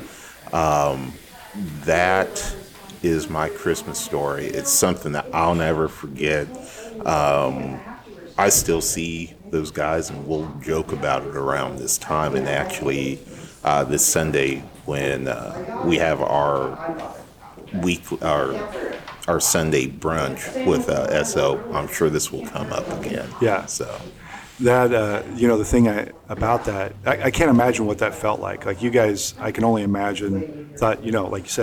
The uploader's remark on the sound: Since we were in an open and active coffee shop and bookstore, you’ll hear a lot of ambient noise. We’ve tried to account for that the best we can, but I also think it gives you a sense of what it was like as we were recording live. We never knew when someone would walk in the door, or when some other noise of normal life would emerge.